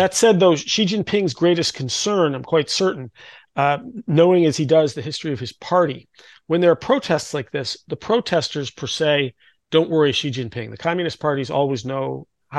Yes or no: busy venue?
no